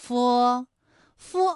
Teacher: 佛的发音技巧呢是你要上牙轻触着下唇去发音